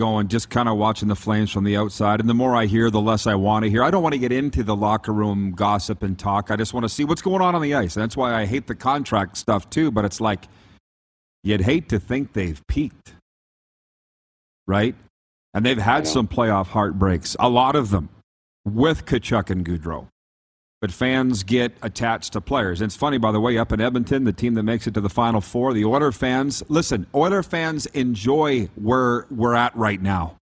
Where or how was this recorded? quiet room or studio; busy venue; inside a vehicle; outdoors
busy venue